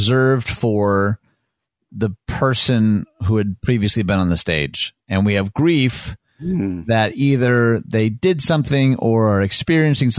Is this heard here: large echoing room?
no